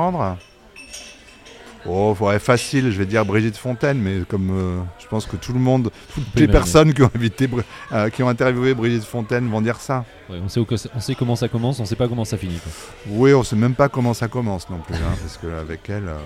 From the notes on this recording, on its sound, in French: Enregistré au bar Les Ondes, 2 avenue de Versailles à Paris (16e).